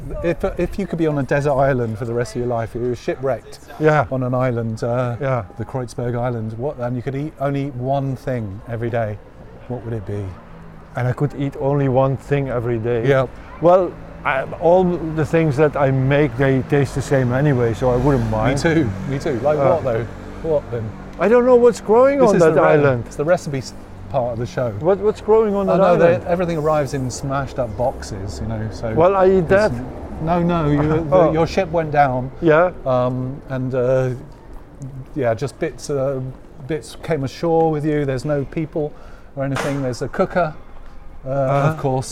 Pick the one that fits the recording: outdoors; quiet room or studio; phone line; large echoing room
outdoors